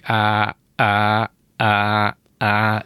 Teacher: Hát azt mondtam, hogy a torokban, ez persze nem pontos, a GG-ben igazából, az egy úgynevezett hangszalagzár. A hangszalagokat össze lehet zárni teljesen, úgy, hogy ne jöjjön ki a levegő, és hirtelen föl lehet nyitni.